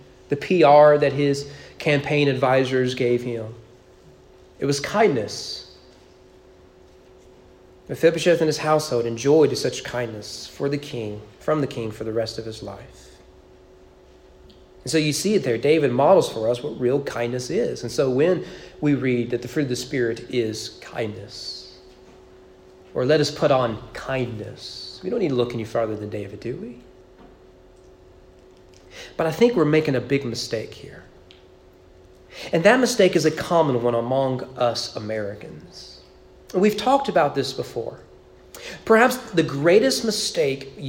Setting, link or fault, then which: setting, large echoing room